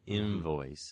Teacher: And we get that in English usually when we're anticipating a labiodental fricative. So if we have a word like an invoice, we'll usually make that N sound into a V-like N, invoice. Then we're anticipating those sounds. · Term: labiodental nasal consonant